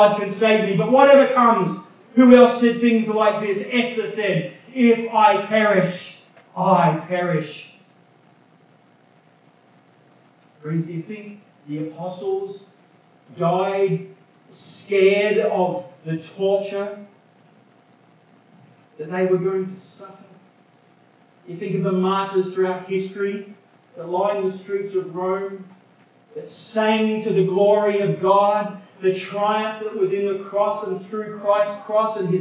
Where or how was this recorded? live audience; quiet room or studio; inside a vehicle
live audience